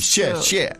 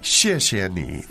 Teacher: So you change the second 谢 as a kind of a neutral tone. · Shown in: second take · So when you have two same characters, you always pronounce the second one neutral.